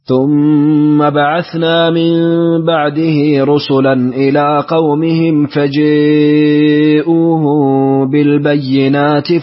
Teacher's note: في قوله تعالى فجاءوهم فيها الإمالة لابن ذكوان وحمزة